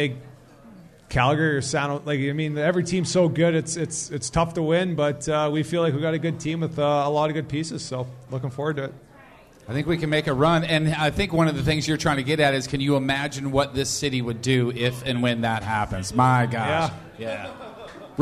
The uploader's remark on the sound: Live at Hot Shots in St.